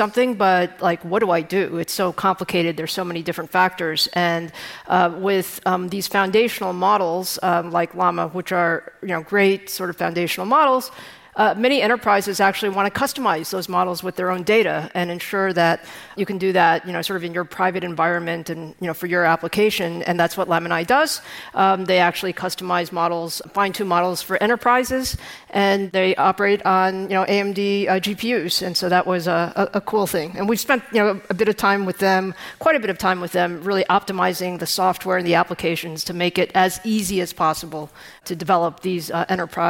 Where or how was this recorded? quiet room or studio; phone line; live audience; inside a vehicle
live audience